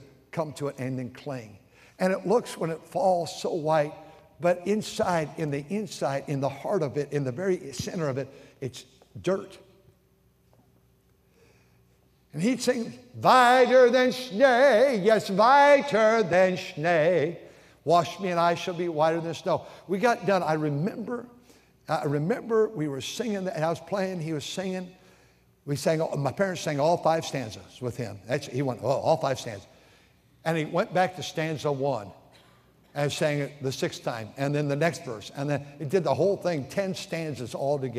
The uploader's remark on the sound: during the Sunday Evening service on September 24, 2023, at North Valley Baptist Church in Santa Clara, California